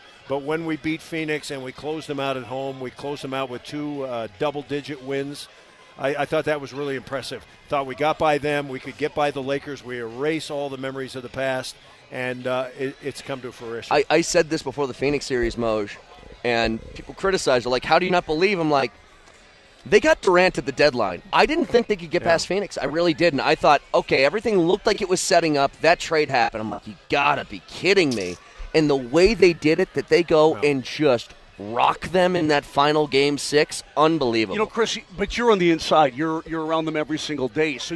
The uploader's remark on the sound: Live from the Nuggets Parade!